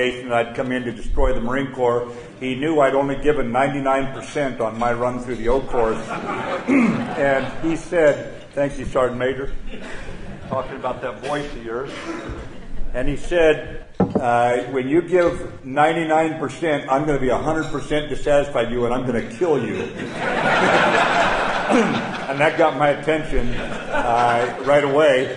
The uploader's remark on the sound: at the Combat Development Dinner